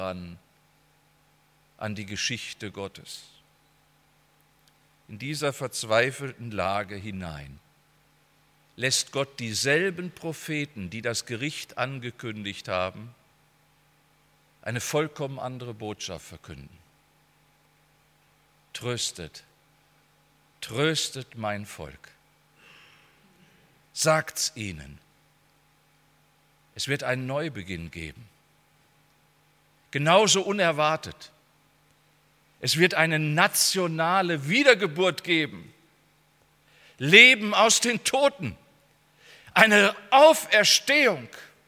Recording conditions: large echoing room